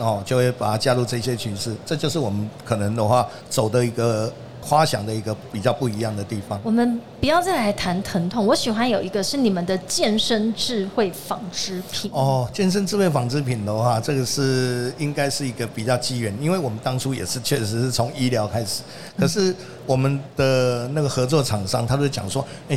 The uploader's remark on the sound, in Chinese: 2022 Medical Taiwan台灣國際醫療暨健康照護展 -Live Podcast